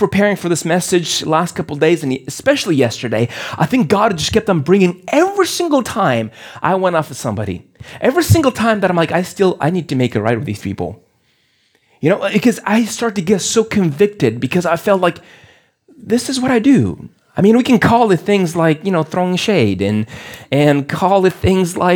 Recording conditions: large echoing room